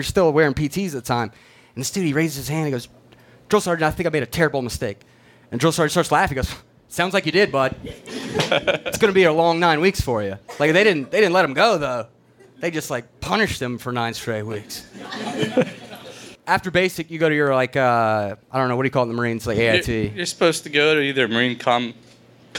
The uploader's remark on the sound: We present a live recording of our Post-9/11 Veterans Storytelling event at VFW Post 694 in Dormont, Pennsylvania.